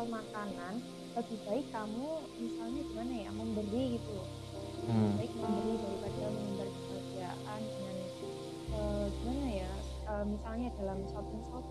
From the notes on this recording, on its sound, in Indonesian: Maaf bgt suara nya ga se frekuensi(pelan dan kenceng) karena kita recordnya ga setempat( record online)